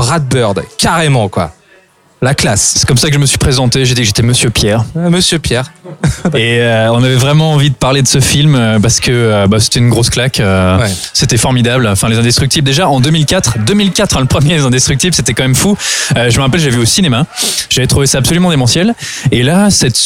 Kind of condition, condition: setting, busy venue